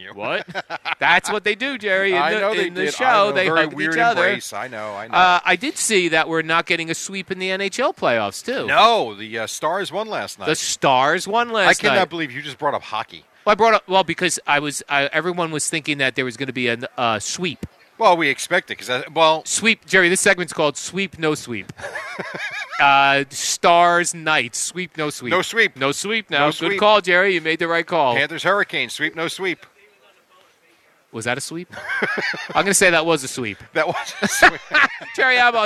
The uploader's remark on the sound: Live from D'Jais in Belmar